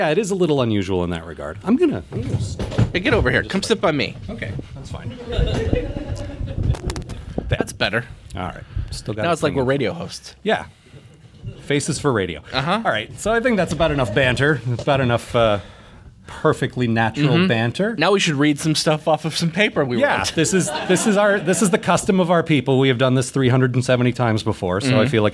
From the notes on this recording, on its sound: Recorded live at the Pocket Theater in Seattle.